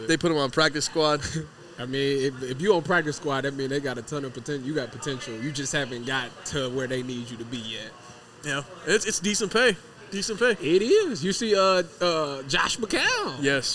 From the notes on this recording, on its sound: a live Friday night recording from the Lane and High location of Buffalo Wild Wings, the official sports bar of Eleven Warriors